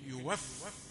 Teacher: إذا وقفنا على الفعل يوفى من غير مد